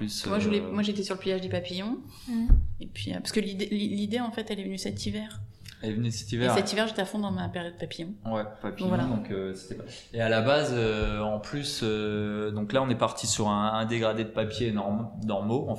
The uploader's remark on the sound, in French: Répondent aux questions de Radio2B depuis le festival RUR!